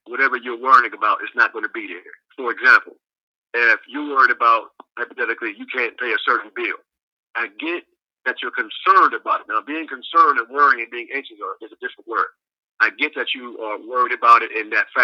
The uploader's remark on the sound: I make a very special phone call to my father